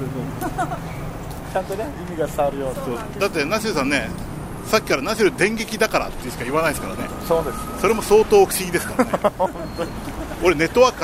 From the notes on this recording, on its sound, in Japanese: 収録直後の帰り道で収録した収録後期をお届けします！